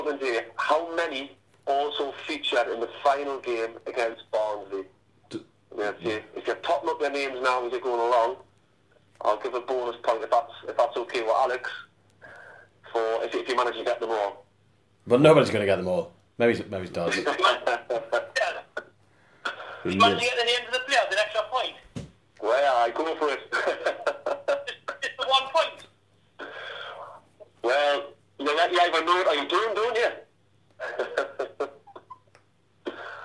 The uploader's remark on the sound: In Low Fell who are joined on the phone.